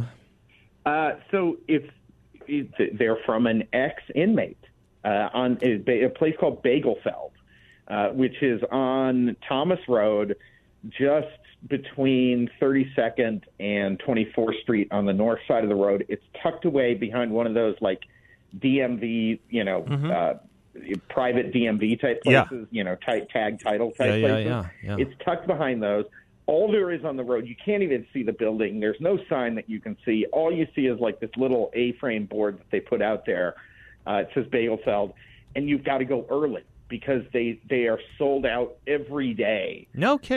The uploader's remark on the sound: by phone for the full hour